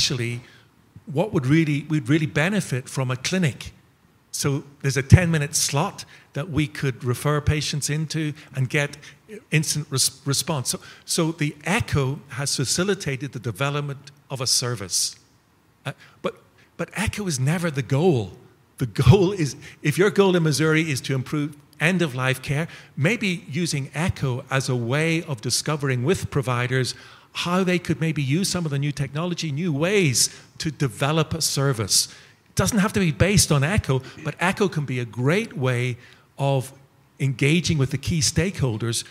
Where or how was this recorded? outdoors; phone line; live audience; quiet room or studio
live audience